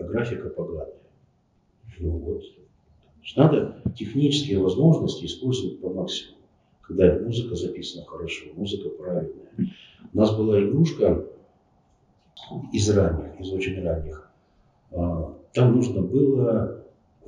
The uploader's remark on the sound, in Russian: По техническим причинам звук у подкаста своеобразный, но это вообще первое моё очное интервью, так что извиняйте.